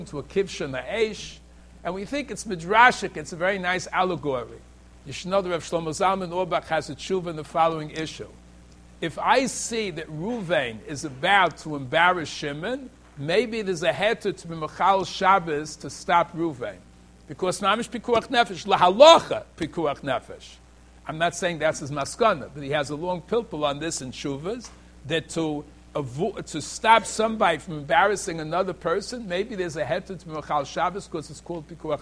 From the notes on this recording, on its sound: Shiur recorded in Yeshivas Ohr Reuven, Monsey, NY.